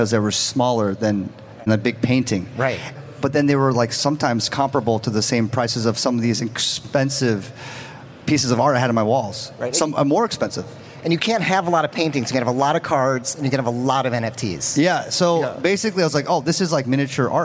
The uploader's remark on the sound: a keynote discussion coming straight from NFT LA